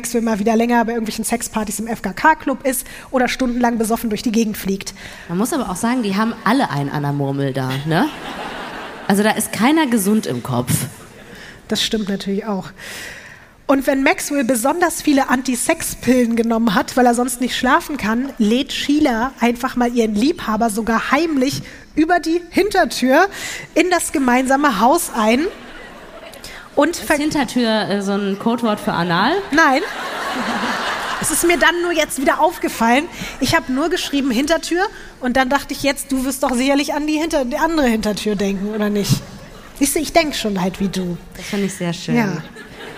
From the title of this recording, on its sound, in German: LIVE in Frankfurt am Main